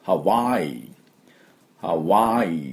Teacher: ハワのところは、喉の奥で、っていうふうに、喉で鳴らします。ハワイ、ハワイって感じでね。で、あとおの真ん中ぐらい、喉、ハワイ、ハワイですね。これが、正しいハワイの音で、ハワイではなくて、ハワイ、ハワイ、このハワのところにアクセントがあります。これだけ要注意。あとはね、まあ母音中心の言語ですから、もともとハワイ語っていうのはそんなに難しくないと思います、日本人にとっては。では私のあとについて発音しましょう。ハワイ